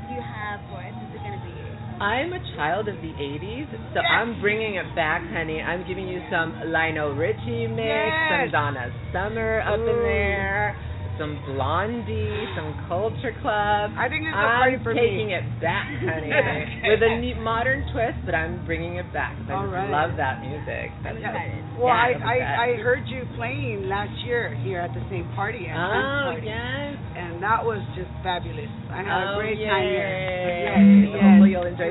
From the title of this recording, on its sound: Back Stage at the 2015 Trans Party LA